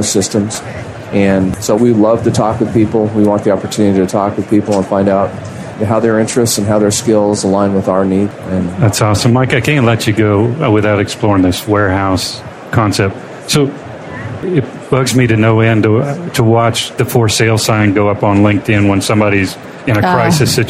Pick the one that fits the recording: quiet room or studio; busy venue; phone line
busy venue